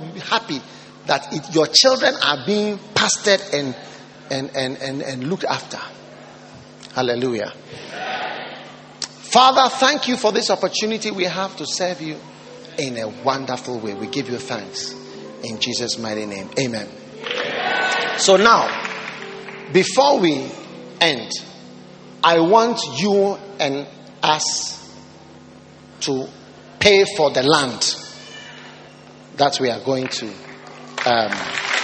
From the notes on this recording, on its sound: Preached at the Lighthouse Chapel International, Cornerstone Cathedral.